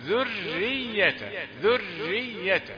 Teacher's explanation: ذرية الراء رقيقة لأنها مشددة مكسورة فتحسب لها الكسر